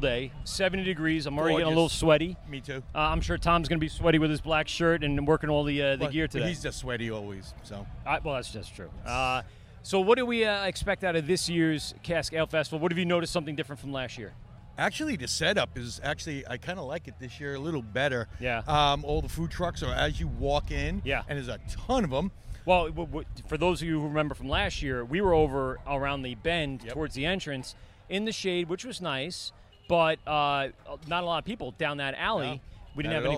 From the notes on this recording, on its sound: LIVE from the Blue Point Cask Ale Fest held at Blue Point Brewing in Patchogue, NY. Enjoy this unique and massive festival.